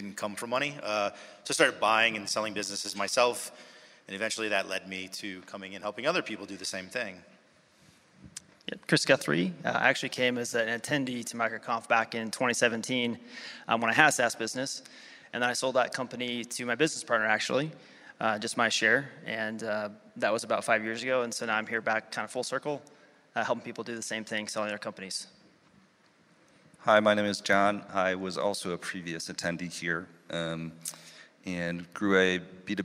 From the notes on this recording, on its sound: MicroConf Recap: Quiet Light Brokerage Answers Audience Questions. In this Q&A session from MicroConf US 2023. Answer attendee questions.